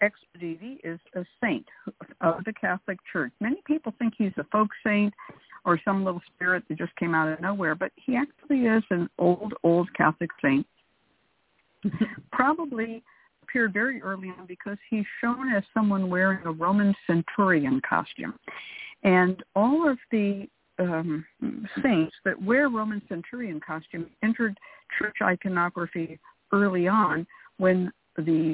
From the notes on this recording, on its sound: A real, live call-in show where the general public gets a chance to ask about actual problems.